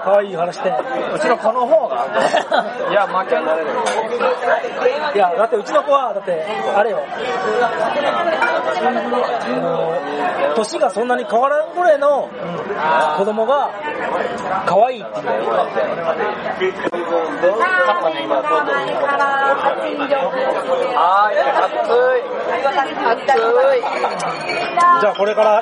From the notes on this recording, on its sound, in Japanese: 居酒屋そそうで収録の回。正直聞きづらい音声ではありますが、そそうの楽しい雰囲気をお伝えできれば幸いです。